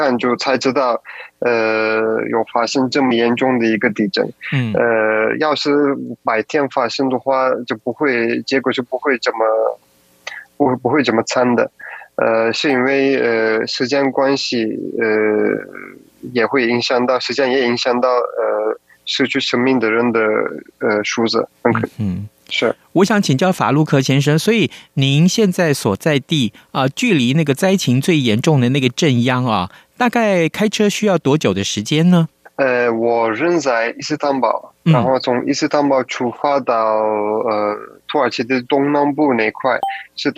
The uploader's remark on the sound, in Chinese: 土耳其現場連線